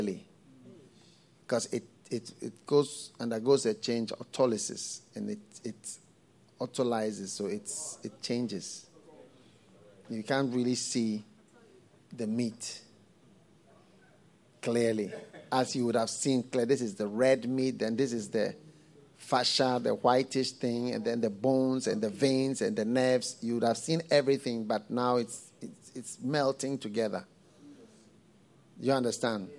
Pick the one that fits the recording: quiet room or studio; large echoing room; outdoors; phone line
large echoing room